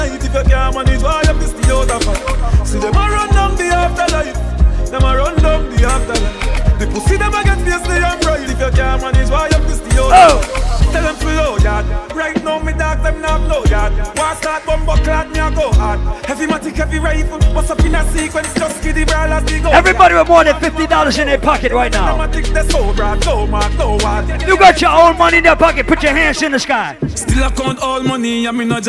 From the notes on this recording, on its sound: LIVE AUDIO. LIVE AT ISLAND SATURDAYS ON JUNE 17TH.